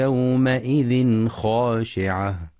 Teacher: ولإظهار التنوين إظهارا حلقيا في يومئذ خاشعة لوقوع الخاء بعده، مع مراعاة فتح الميم في يومئذ وتفخيم الخاء في خاشعة. · Term: الإظهار الحلقي